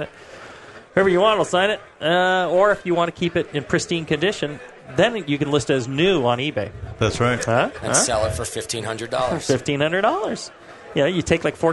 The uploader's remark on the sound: Live from the National Homebrewers Conference in Philadelphia, PA. Take live listener questions from the audience.